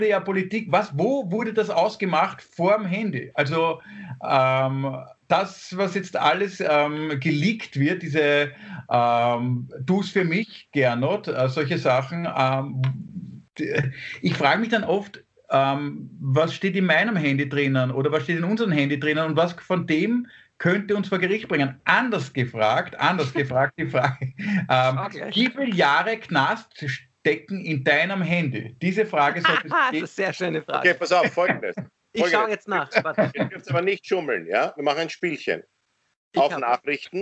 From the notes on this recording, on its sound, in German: Aufzeichnung einer ZOOM Session vom Montag, 1.